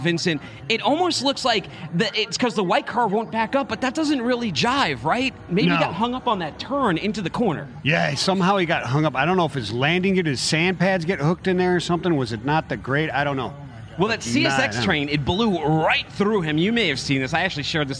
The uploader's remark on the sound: LIVE from FreightWaves' Intermodal Summit